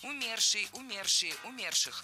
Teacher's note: Много раз прозвучало причастие умершей с ударением на первом слоге, но это неверно. В этом слове ударение должно падать на второй слог